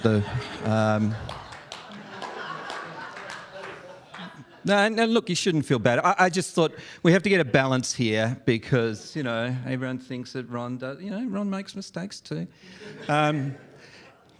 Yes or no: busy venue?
yes